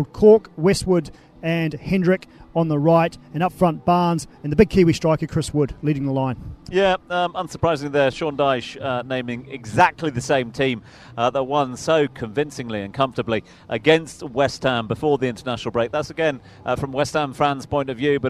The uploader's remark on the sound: From the rooftop garden of Barasti